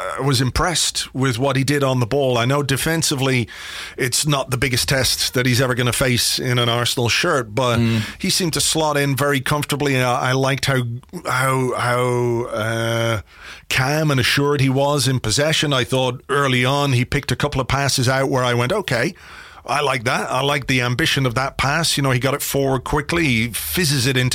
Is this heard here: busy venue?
no